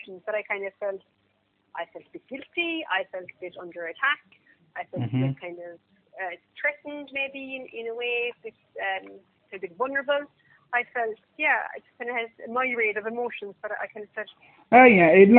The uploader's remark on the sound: All my conversations are taken in the form of recorded phone calls and no editing of any kind takes place.